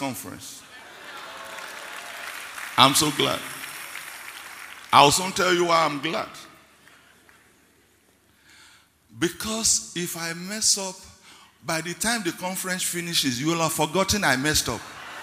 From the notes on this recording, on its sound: ministering during Word Explosion Conference on 14-04-2019